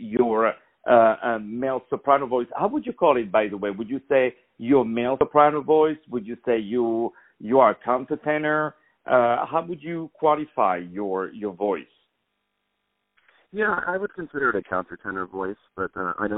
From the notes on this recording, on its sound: On the phone